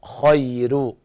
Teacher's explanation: خير الخاء حكمها التفخيم، خير والراء ترقق في رواية ورش خاء، فانفخم الخاء ورقق الراء